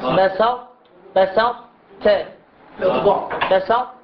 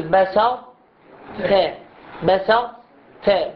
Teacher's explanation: نستمع، التفخيم واضح وكأنه الحرف المشدد ينقسم إلى قسمين قبل الوصول إلى المخرج، لأنه حرف شدة مقطوع الصوت في حال سكونه، عندما نصل إلى الحرف الساكن الأول ينقطع الصوت وثم نكمل في الحرف المتحرك. وكأنه الحرف المشدد ينقسم إلى قسمين، القسم الأول مفخم، القسم الثاني مرقق، يعني بهذا الشكل بسر ت بسر ت. · Term: الإدغام ناقص